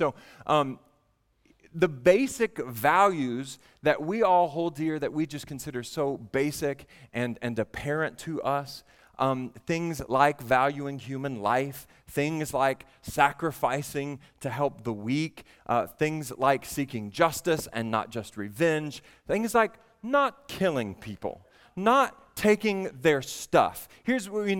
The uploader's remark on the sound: at the Vineyard Southeast Regional Conference in Pigeon Forge, TN